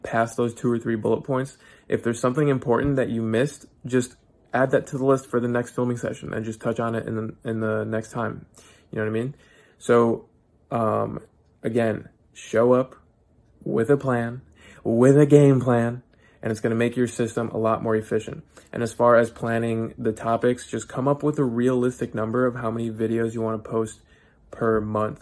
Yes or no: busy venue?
no